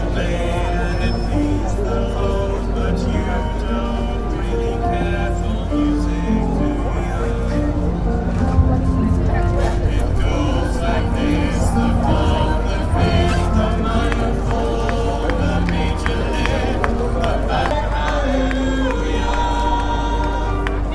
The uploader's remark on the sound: On a sunny Saturday of May 19th the Corner of Buchanan Street was filled with amazing music and dance showcasing the art talent from Strathclyde. StrathSpeak was there to record the atmosphere and performances.